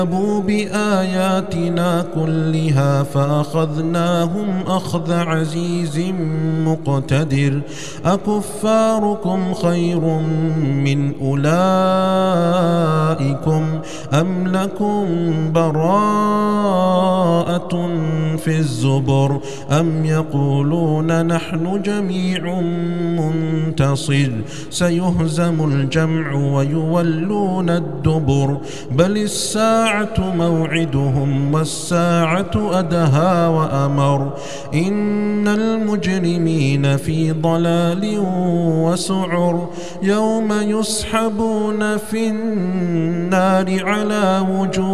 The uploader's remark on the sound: recorded at Green Lane Masjid, Birmingham, UK